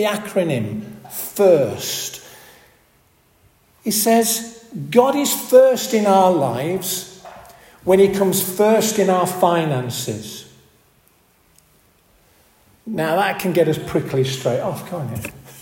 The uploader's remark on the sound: This audio recording was taken at the 10:30 Benefice Communion Service, on March 3rd 2024 in St Oswald's Church, Askrigg.